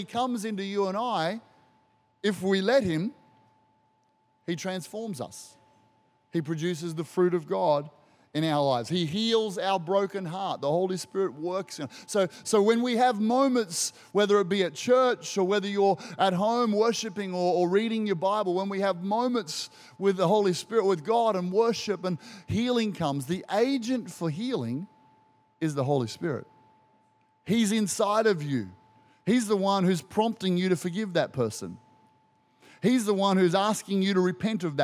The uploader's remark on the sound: Recorded during our 9am service on Sunday, the 21st of May 2023.